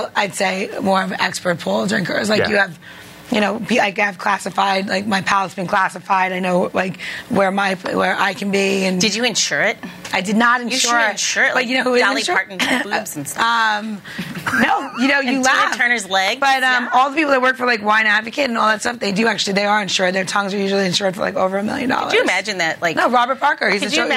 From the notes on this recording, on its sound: We host our first live audience at AAF-DC’s AM Buzz.